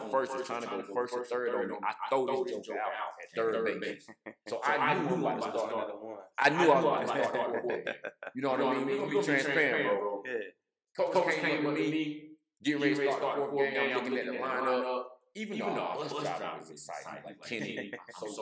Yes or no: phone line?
no